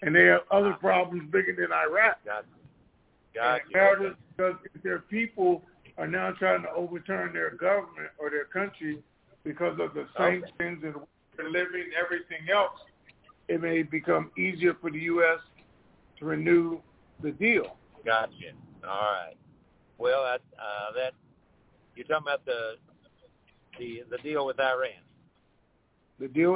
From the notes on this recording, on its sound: TNTSuperfantastic Conference Call.